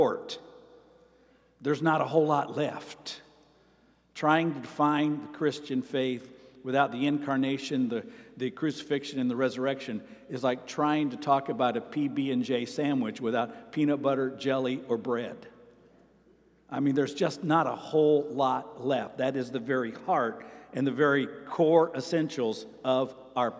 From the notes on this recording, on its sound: Sermon preached on June 18, 2023, at Avondale Baptist Church.